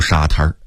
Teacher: 沙滩在北京话里一定得加儿音读沙滩